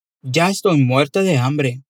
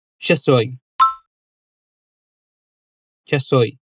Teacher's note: esse já estou soa como já soy, como se juntasse as duas palavras e cortasse esse e do estoy